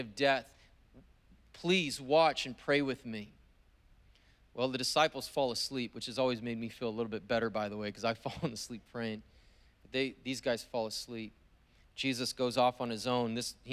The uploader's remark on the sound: was preached on December 12th at the 10AM service